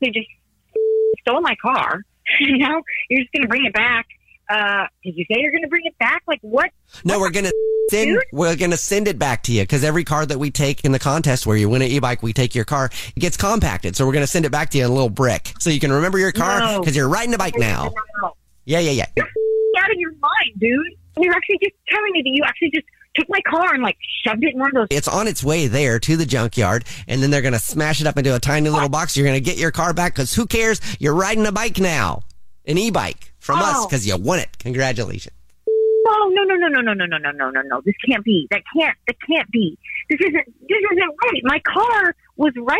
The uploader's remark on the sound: phone prank style